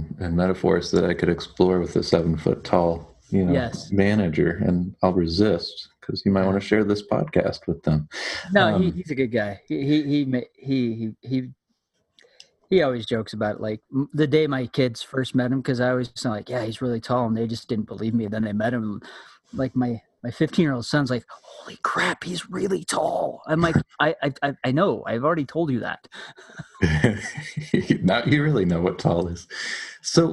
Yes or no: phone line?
no